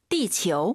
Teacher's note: 치유하지 마시고 아유 사이에 오 넣어서 지구 발음 다시 한번.